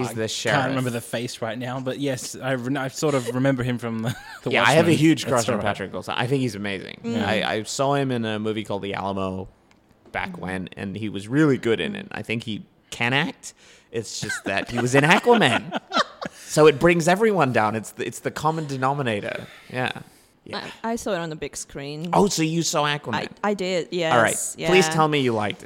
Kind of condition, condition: setting, live audience